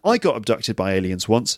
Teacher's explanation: you're actually emphasizing I or my there, which is basically a signal to everyone that you're going to tell a little story.